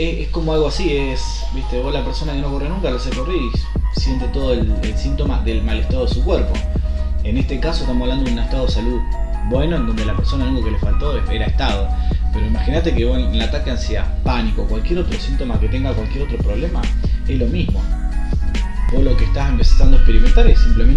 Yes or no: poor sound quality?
yes